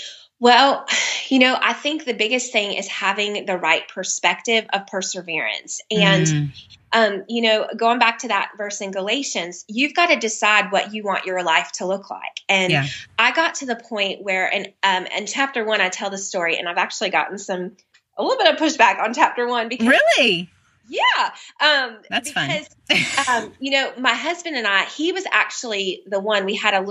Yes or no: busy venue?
no